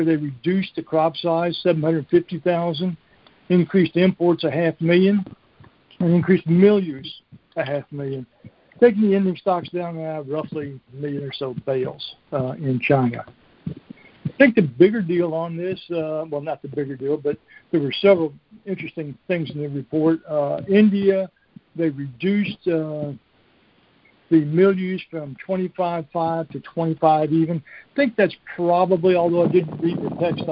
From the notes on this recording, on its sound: Recording of the June 2021 Monthly Conference Call On Cotton.